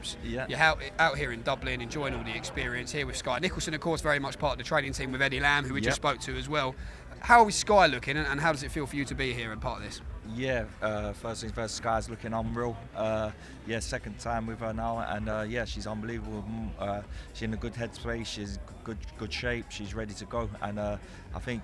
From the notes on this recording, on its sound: Takes to the mic seconds after the conclusion of the Cameron vs Taylor 2 press conference to speak with various people in the room, at random. We're back On The Ground in Dublin.